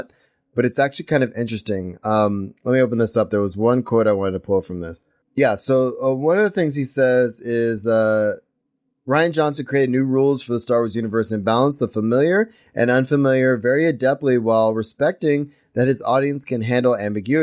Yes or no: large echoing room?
no